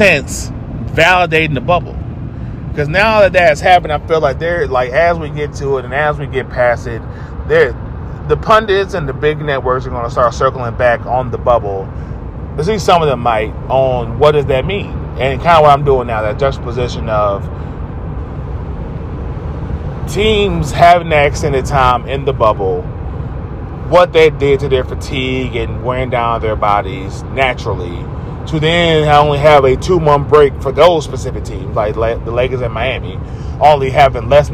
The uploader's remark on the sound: Self produced, self recorded (while driving), and self edited.